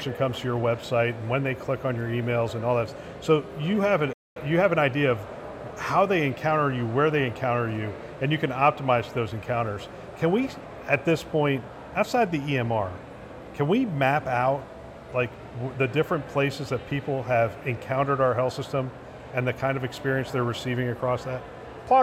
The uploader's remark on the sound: live from CHIME’s Fall Forum